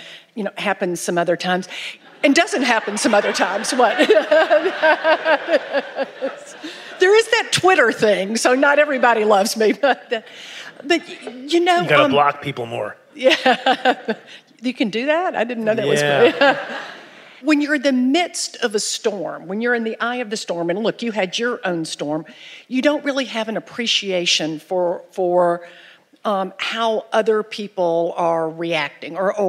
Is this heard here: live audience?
yes